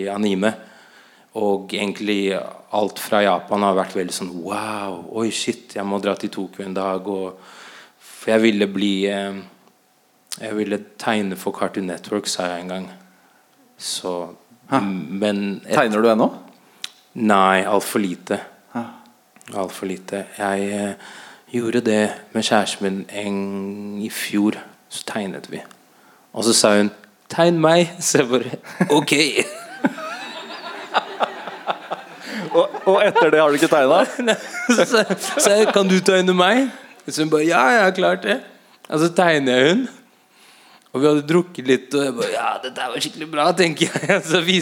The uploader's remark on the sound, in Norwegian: Live på Trekanten i Oslo